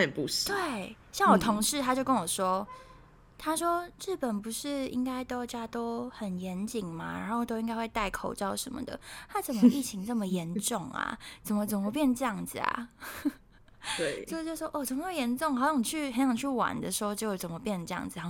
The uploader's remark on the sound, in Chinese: 直播節目會有一些現場音或不可抗力干擾請大家原諒我們QQ